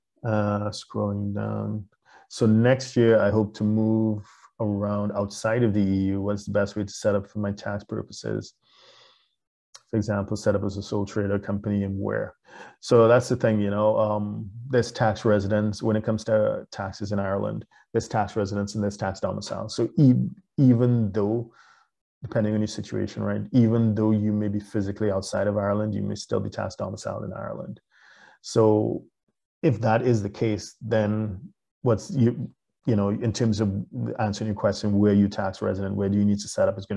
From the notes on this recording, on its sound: LIVESTREAM. For those joining us on Zoom.